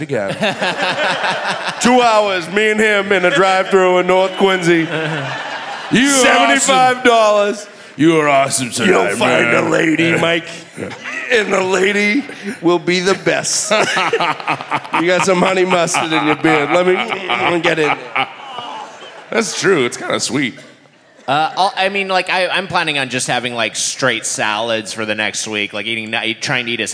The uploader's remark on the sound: Recorded live at The Wilbur.